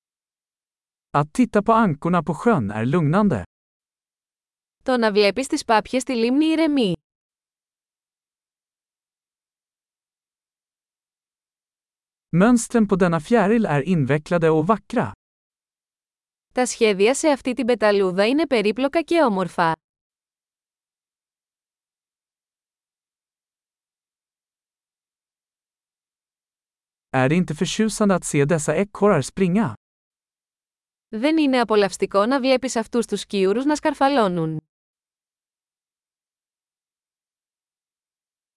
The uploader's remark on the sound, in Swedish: Ljudet av den porlande bäcken är terapeutiskt.